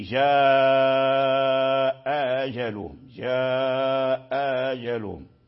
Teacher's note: قال وورش سهل أخراهما، وورش سهل أخراهما، فقرأ بتسهيل الأخيرة من الهمزتين، يعني جاء أجلهم، جاء أجلهم. لاحظنا أن الهمزة الأولى منطوق بها والثانية مسهلة